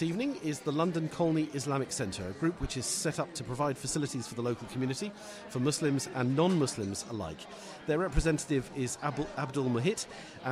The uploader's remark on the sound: Listen to the highlights of the 2018 St Albans Mayor's Pride Awards, featuring all the shortlisted finalists and category winners, recorded at St Michael's Manor on March 27th 2018.